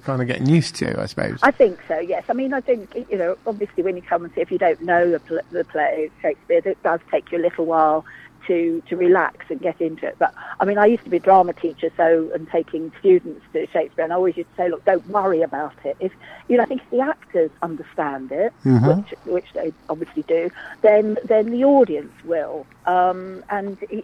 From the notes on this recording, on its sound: joined on the phone